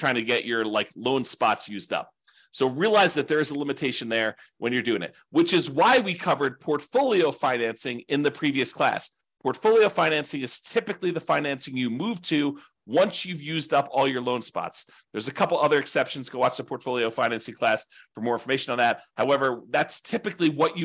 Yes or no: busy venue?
no